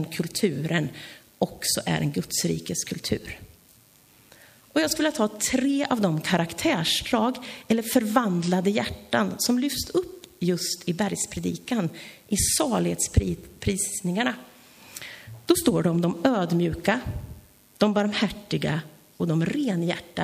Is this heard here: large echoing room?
yes